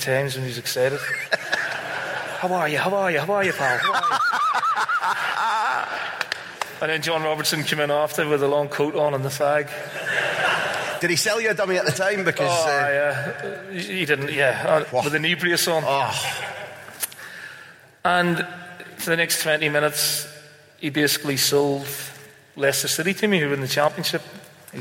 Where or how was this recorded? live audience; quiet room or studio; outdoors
live audience